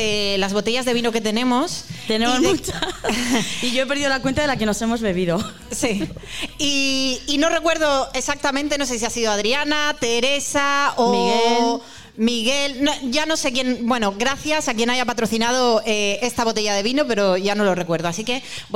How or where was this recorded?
live audience